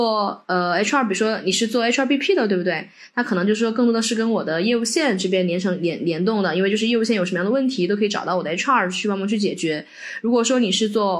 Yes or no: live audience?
no